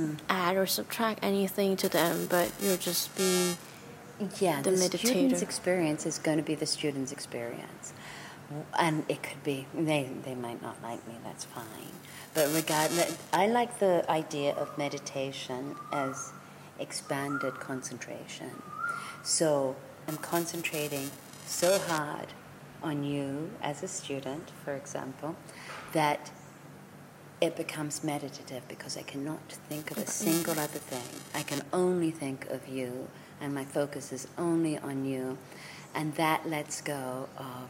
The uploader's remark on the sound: Little technical noise issue over this episode (bearable)